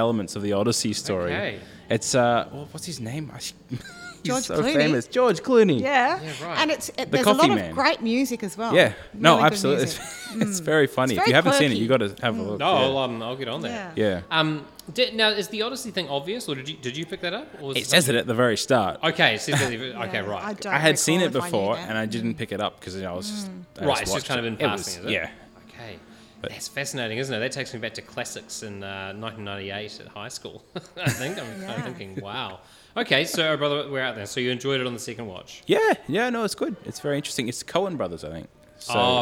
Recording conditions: busy venue